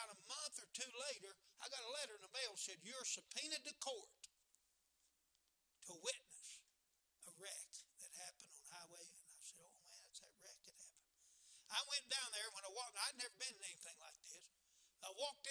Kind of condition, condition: setting, large echoing room